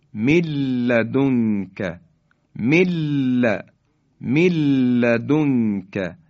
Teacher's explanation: نون ساکن حذف میشه و حرف بعدی یعنی حرف لام مشدد بیان میشه